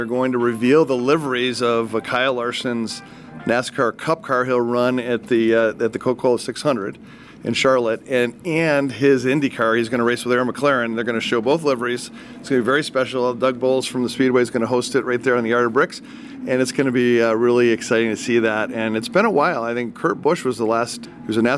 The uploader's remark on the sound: Live from Indianapolis Motor Speedway. WGN Radio.